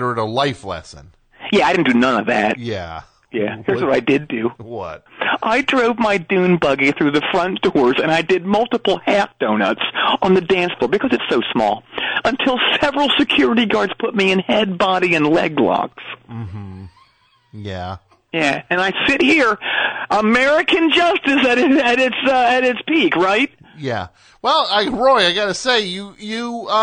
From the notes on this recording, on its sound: call in from jail